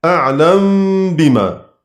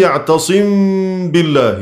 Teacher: لأنه يفعل فيه نفس ما نفعل في الإدغام الكبير، بنسكن الحرف الأول ثم يجري عليه الحكم، فالباء لا تدغم في الميم، الميم لا تدغم في الباء، إنما الميم تخفى عند الباء · Term: إخفاء